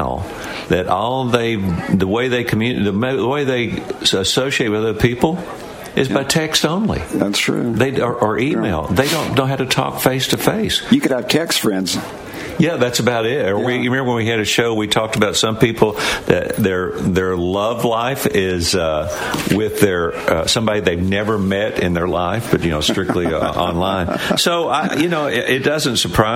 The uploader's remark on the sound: LIVE from the Clevelander on South Beach for the Super Bowl in Miami!